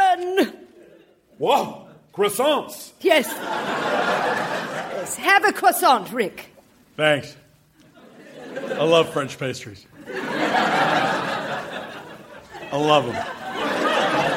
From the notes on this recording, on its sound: Recorded Live 1/10/2014 at Largo, Los Angeles.